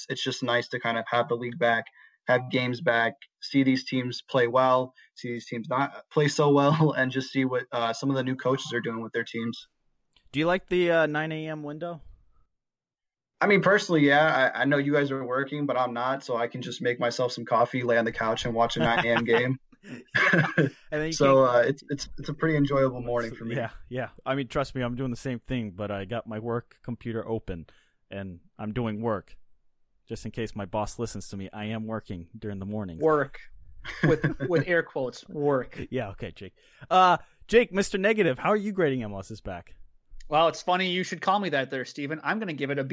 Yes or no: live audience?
no